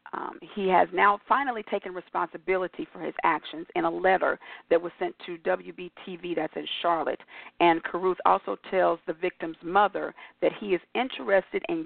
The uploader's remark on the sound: your phone calls